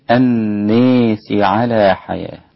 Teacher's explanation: أمال الناس الإمام الدوري عن أبي عمرو البصري. كلمة الناس للدوري لأبي عمرو البصري ولباقي القراء الفتح. · Term: الإمالة